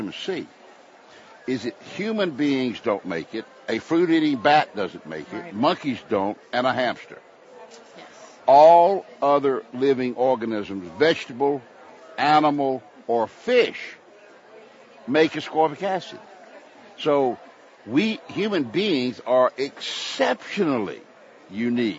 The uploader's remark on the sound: Live from Expo East in Baltimore, MD